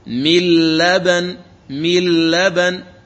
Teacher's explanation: مثاله في اللام قال من لبن، من لبن، نون ساكنة بعدها لام تدغم النون في اللام، يعني من الميم تقرأ اللام المشددة فتقول مل مل، هذا هو الإدغام، لأن الإدغام إدخال حرف في حرف بحيث يصيران حرفا واحدا مشددا من جنس الثاني. إذن إذا أدغمنا النون الساكنة في اللام فتصير لاما مشددة، إذن تقول مل لبن مل لبن، لا وجود للنون. · Term: الإدغام الكامل